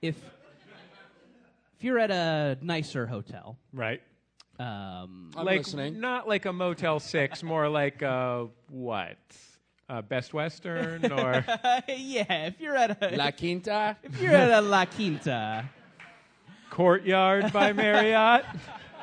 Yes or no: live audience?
yes